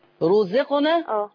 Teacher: مضمومة مفخمة، لأن ما فيش قبلها حاجة مفخمة